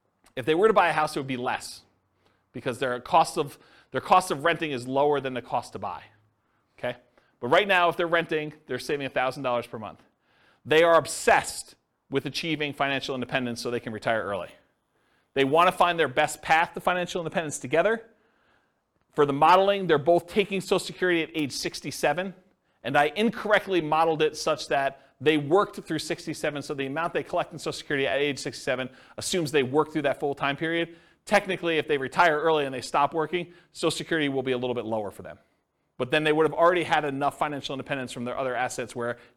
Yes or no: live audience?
yes